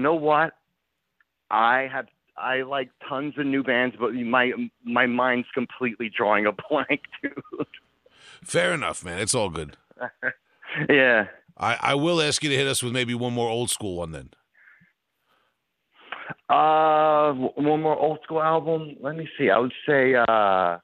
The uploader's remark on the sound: calls